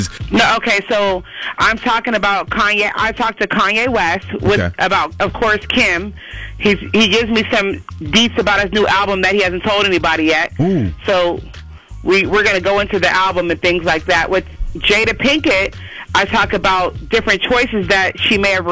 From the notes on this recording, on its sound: called in to tell us